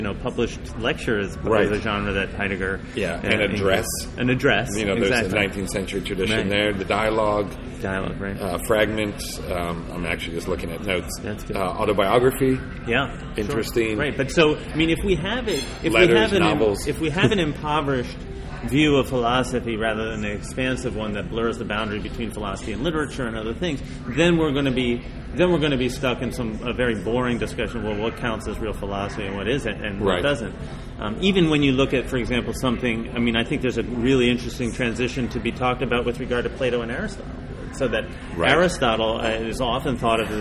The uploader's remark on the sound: The episode was recorded in the restaurant at the Emory Conference Center.